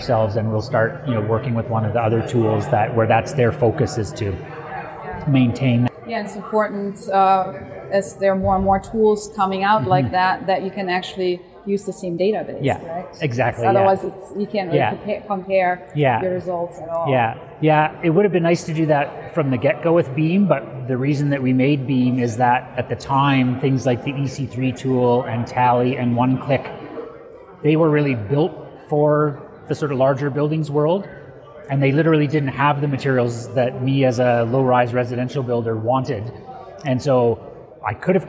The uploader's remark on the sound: recorded at the Passive House Network Conference